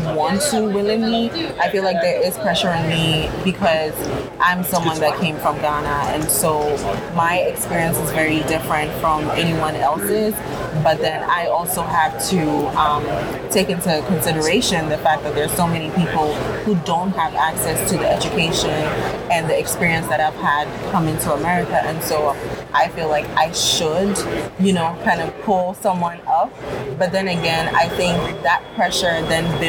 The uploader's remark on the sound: Live at ANTEC® 2022